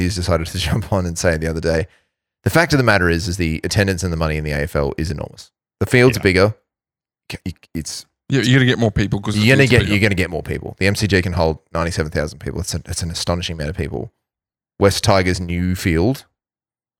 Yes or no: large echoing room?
no